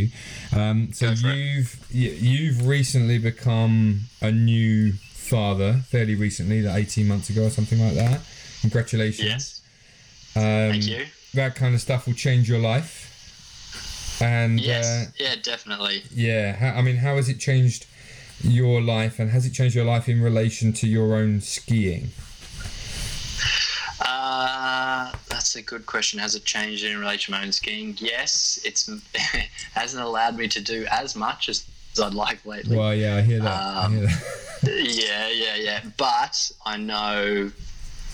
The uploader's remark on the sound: The sound quality is not amazing on this one as it was done over Skype.